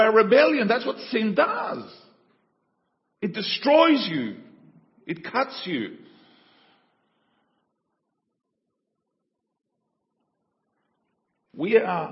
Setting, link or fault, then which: setting, large echoing room